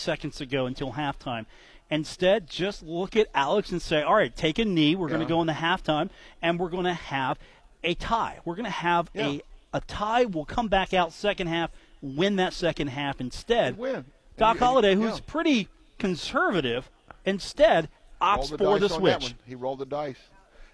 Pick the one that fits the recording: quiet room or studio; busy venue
busy venue